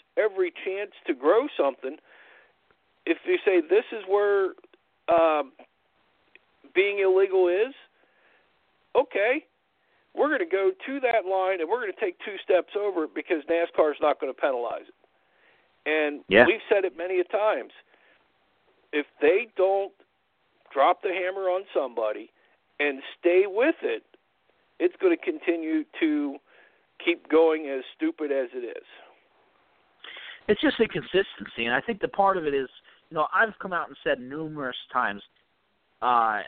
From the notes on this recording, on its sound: we take your phone calls